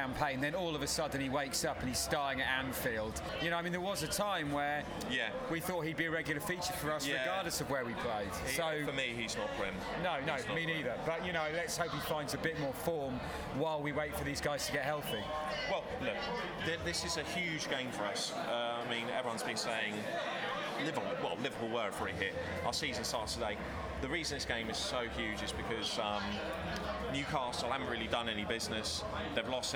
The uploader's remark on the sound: Live from the Newcastle Match